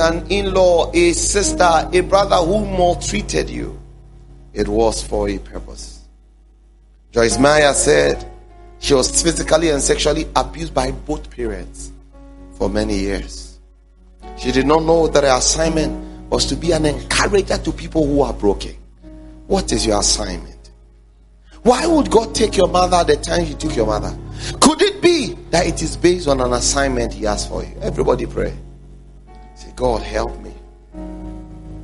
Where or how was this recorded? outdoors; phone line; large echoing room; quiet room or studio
large echoing room